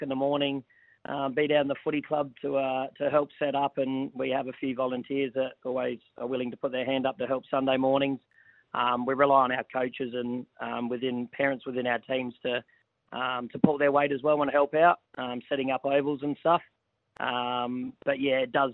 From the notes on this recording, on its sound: jumped on the phone